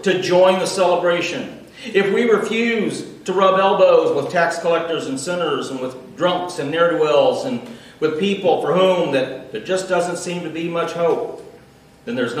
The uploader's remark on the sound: Recorded Live.